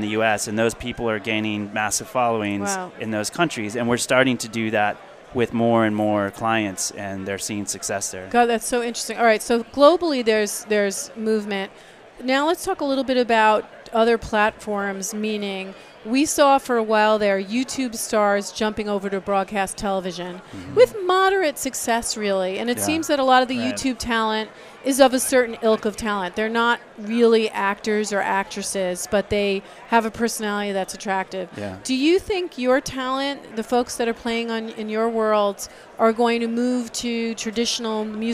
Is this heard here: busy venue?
yes